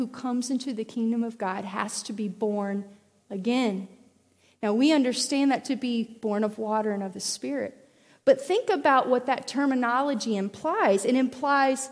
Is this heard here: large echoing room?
yes